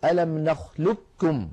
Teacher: أما هنا فالقاف مازت على الكاف بصفة واحدة وهي صفة الاستعلاء، لم تمز عليها بصفة الإطباق أيضا. لذلك من العرب من كان يدغم القاف في الكاف إدغاما كاملا